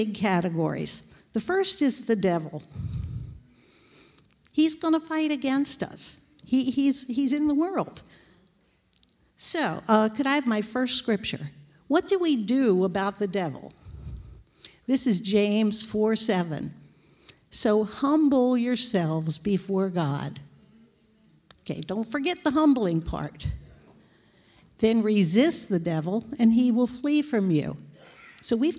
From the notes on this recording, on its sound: This JAT was recorded live on May 1st, 2022 at Newark United Pentecostal Church.